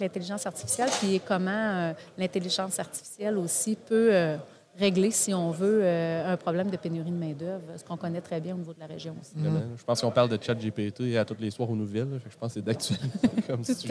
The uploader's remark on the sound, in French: En direct du salon de la robotique et l'automatisation de Ste-Marie